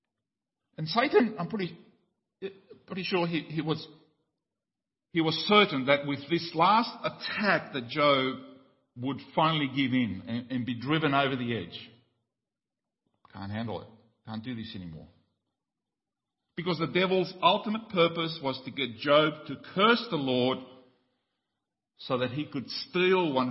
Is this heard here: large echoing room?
yes